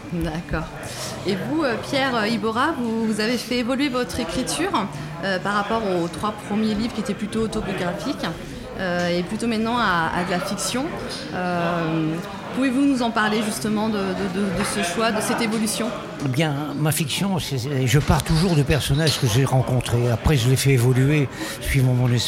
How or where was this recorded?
busy venue